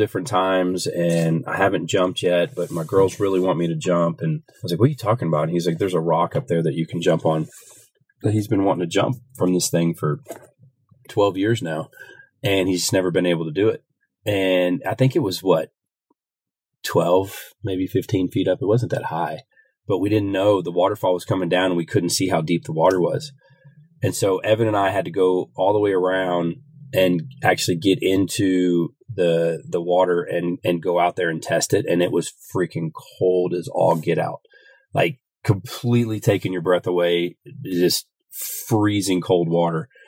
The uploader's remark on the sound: coming to you “live” from our dream RV vacation in Idaho!